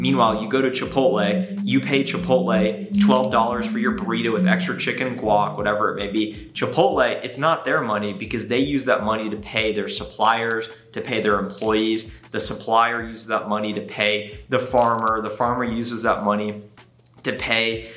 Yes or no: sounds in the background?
no